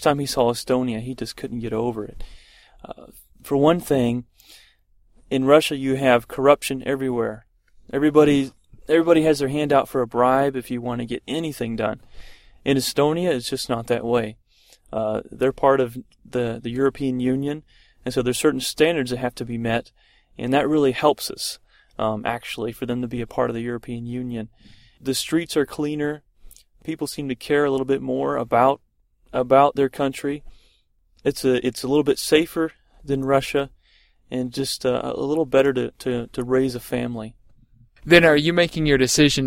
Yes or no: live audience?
no